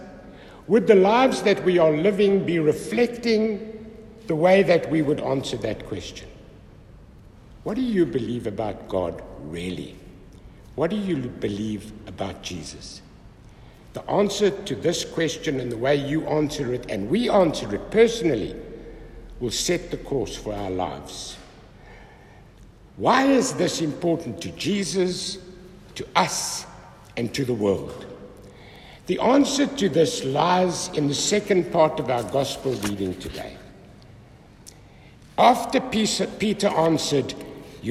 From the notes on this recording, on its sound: the homily preached at Holy Trinity Catholic Church in Braamfontein, South Africa